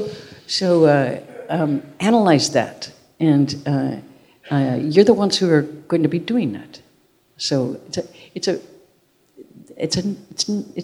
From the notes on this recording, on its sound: live on stage